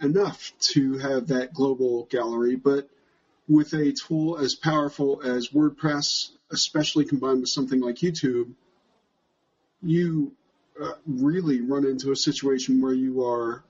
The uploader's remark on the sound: lightly edited audio from a live Google+ Hangout On Air conducted October 6, 2014